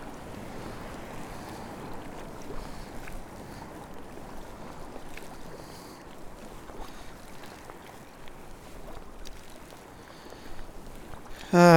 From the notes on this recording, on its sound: I recorded this live on my first full day back at sea after my health scare.